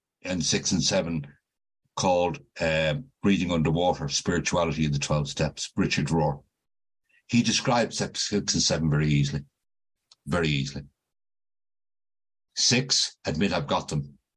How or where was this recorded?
video call